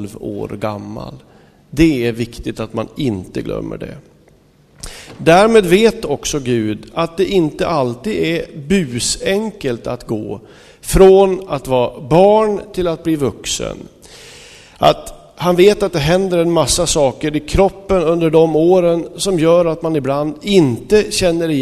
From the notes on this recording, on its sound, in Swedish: Inspelad i Smyrnakyrkan, Göteborg 2005-05-08.